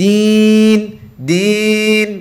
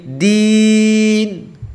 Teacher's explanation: hilangkan suara yang mengalir ke hidung · Shown in: second take